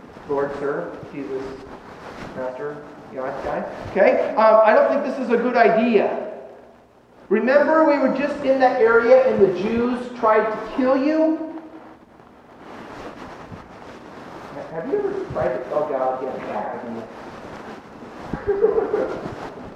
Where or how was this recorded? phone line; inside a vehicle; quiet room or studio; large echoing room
large echoing room